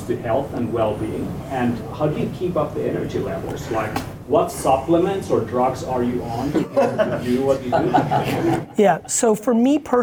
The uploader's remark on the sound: LIVE FROM HELSINKI. Answering questions from local entrepreneurs and creators in Finland.